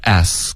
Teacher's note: 一个轻的浊辅音，就是一个的的的音，嗓子不震动